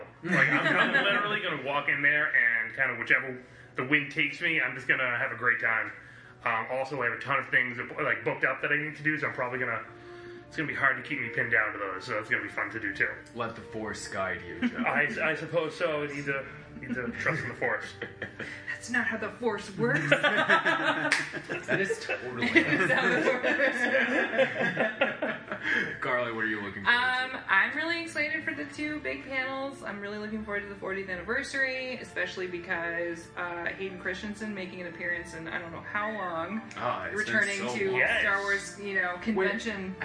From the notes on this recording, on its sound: Live from Star Wars Celebration.